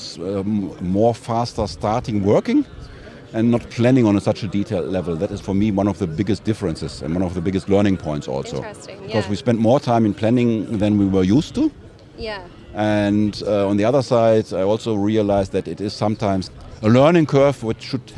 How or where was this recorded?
busy venue